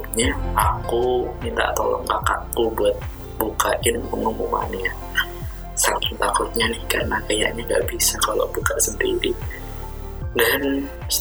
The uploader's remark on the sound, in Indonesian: mohon maaf kualitas suaranya masih belum terlalu baik